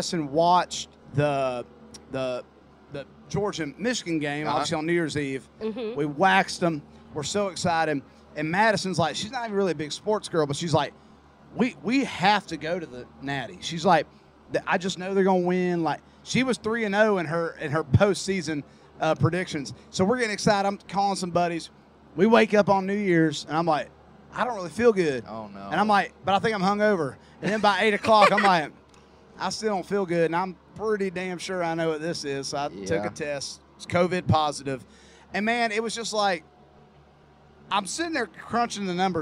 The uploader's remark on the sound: at Tortuga Music Festival